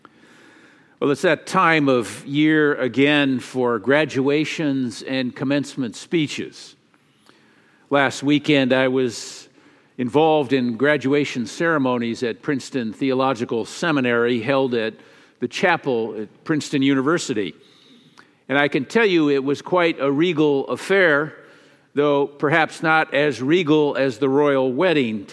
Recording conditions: large echoing room